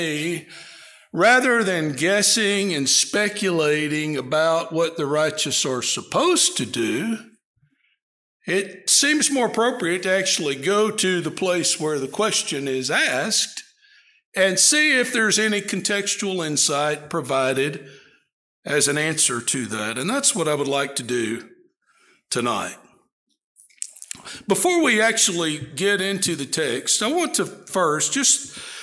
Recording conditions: large echoing room